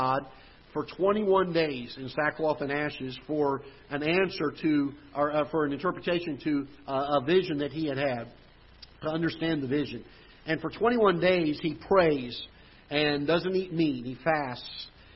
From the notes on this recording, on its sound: Ketha Heights Baptist Church ~ Live Broadcast.